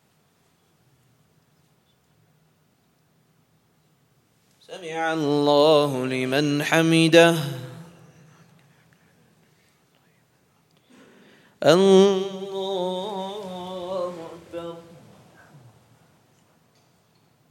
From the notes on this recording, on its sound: at the Houghton Masjid (West Street)